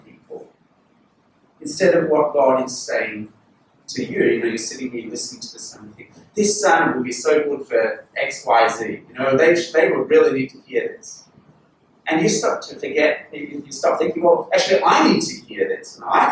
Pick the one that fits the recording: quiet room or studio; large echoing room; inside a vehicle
large echoing room